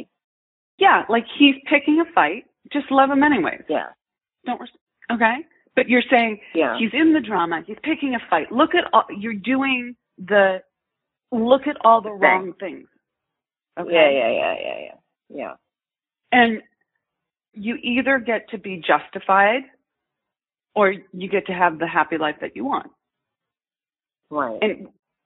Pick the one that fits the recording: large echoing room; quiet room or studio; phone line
phone line